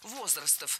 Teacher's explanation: Было сказано «возрастов», но это неверно. Ударение в нашем слове должно падать на первый слог «возрастов».